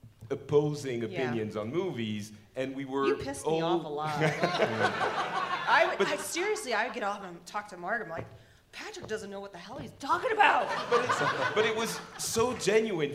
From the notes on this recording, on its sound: Our Nerdtacular 2017 live episode!